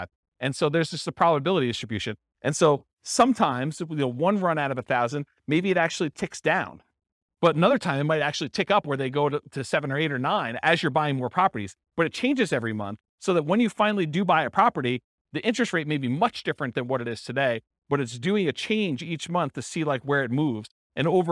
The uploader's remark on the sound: This was a live class recorded